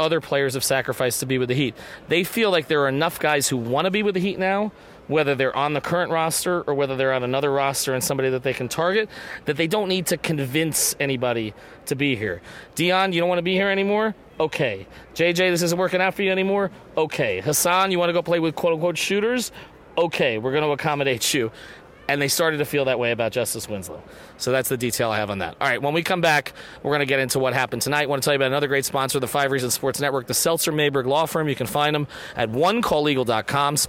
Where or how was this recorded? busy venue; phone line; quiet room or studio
busy venue